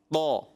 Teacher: صرف استعلاء نہیں ہے، صفت استعلاء یعنی حرف مستعلیہ میں سے نہیں ہے، ایک اور صفت ہوتی ہے صفت اطباق، یعنی زبان کی جڑ کا تو اٹھتی ہے، جڑ کے ساتھ ساتھ زبان کا درمیان کا حصہ بھی اوپر تالو کی طرف جاتا ہے، جس کو کہتے ہیں لپٹنا چپٹنا، اوپر تالو کی طرف چلا جاتا ہے طا، اس لیے پھر یہ منہ بھر کے ادا ہوتا ہے طا.